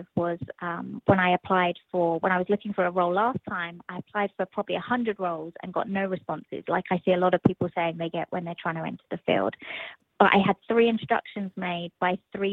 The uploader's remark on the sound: Call-In Special